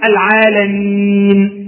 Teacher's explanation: هذا السكون الذي وقفت عليه في كلمة العالمين سكون عارض بسبب الوقف